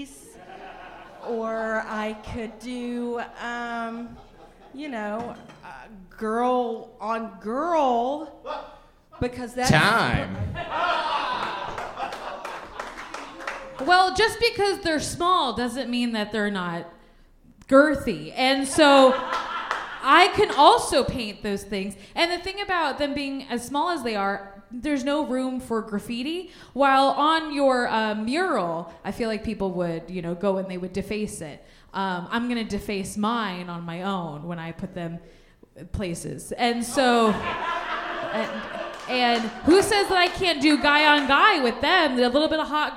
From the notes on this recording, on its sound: live show recorded in Bristol Tennessee